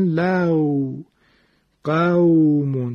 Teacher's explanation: وقتی که شما از فتحه ما قبل می رو واو ساکن، لو قومون، چقدر نرمه، انگار که پرنده از آسمان داره به زمین میشینه، بسیار نرم میشینه. · Term: صفت لین